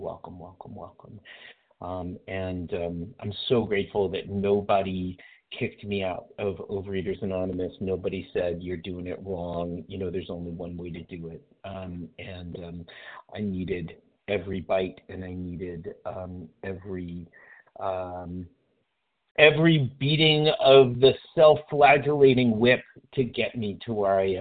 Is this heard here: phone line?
yes